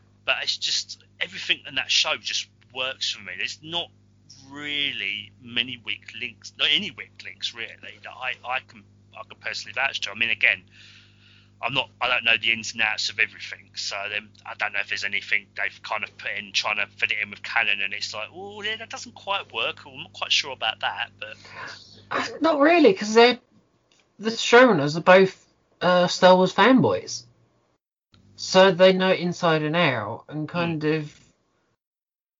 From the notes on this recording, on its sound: Please note we had some minor sound difficulties while recording.